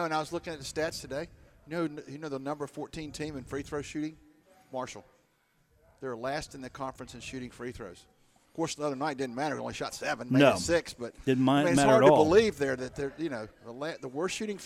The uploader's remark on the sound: Live from the Union Pub and Grill